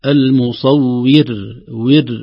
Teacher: كذلك المصور عليها علامة وقف، فغالبا نقف عليها، نقف عليها بترقيق الراء وليست المصور لأنها راء ساكنة وقبلها كسرة أصلية. المصور ور وليس المصور.